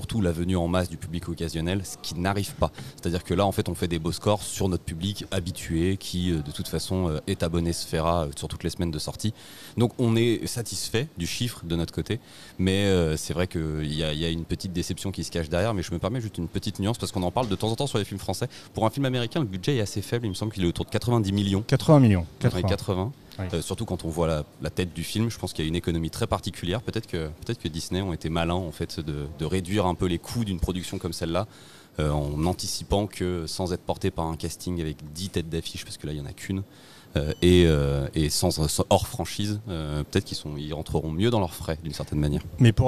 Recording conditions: busy venue